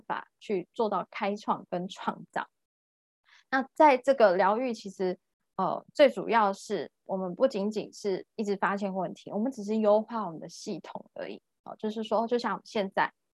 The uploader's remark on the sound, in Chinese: 聊聊好心芹ZOOM線上公益講座。